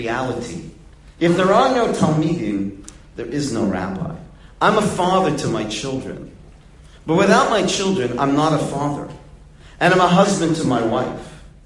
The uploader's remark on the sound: Delivered in the Glueck Beis Medrish.